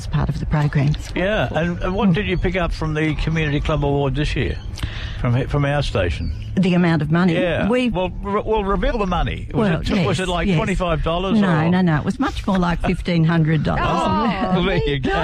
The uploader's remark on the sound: We were live at Burbank at Saddles 8am - 10am. Celebrating the Opening of Burbank Saddles Garden Centre Mt White. We were live at Burbank at Saddles 8am - 10am.